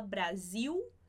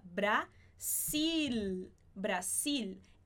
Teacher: o S vai ter som de S. E não de Z · Shown in: second take